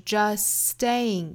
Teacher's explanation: z, lies not in just staying aliveJust 和 staying 两个词的衔接我们注意啊中间的这个 t 的发音把它略掉了那 just 和 staying 两个辅音是相同口型的那又要求我们不要发两遍的 s 的发音只发一次但是稍微拖长一点这个音